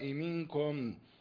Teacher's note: عندنا كلمة منكم إخفاء، فتجد أن الحرف خالي من الحركة، إما أن يخفى في الذي بعدها أو يدغم فيه. هنا الإخفاء لأن النون ساكنة بعدها كاف، والكاف من حروف الإخفاء الحقيقي